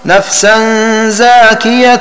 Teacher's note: والمعنى: أي قرأ نافع وابن كثير وأبو عمرو نفسا زاكية بمد الزاي أي إثبات ألف بعدها وتخفيف الياء